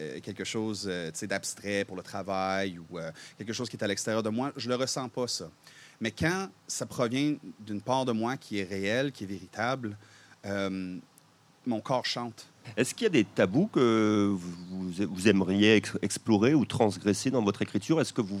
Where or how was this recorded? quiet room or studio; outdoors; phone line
outdoors